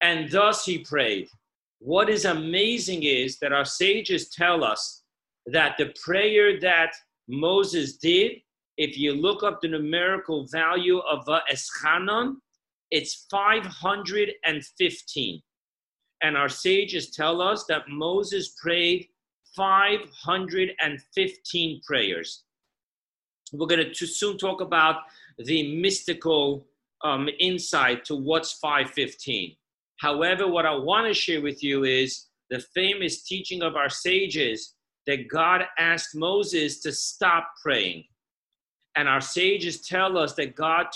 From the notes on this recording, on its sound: Zoom Parsha Class